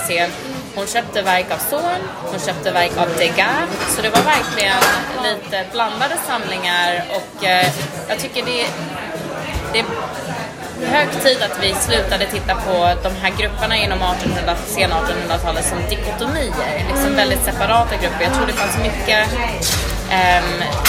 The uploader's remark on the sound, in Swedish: Vi sitter i baren på Balzac. Det är livat men för den som tar sig igenom den upprymda ljudnivån i bakgrunden.